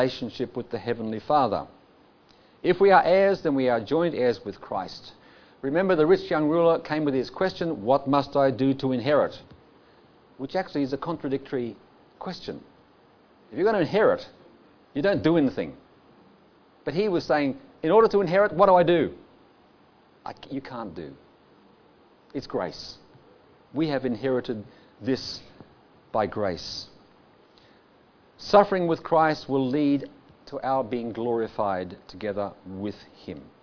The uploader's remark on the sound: Audio sermon recorded live from the King's Way Christian Fellowship Church Camp 2019 at Phillip Island, Australia.